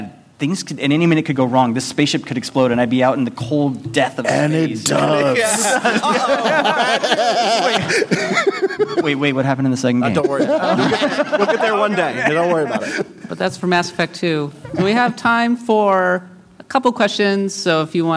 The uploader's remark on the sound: PAX West LIVE. We take our Top 25 RPG countdown LIVE to PAX West.